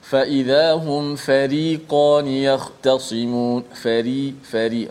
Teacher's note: huruf ra yang dibaca dengan tarqiq iaitu lah baca dengan nipis